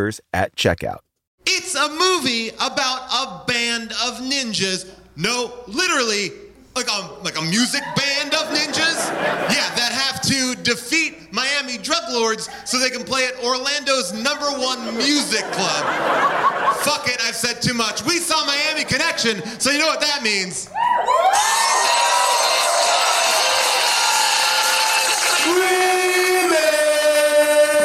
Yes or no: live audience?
yes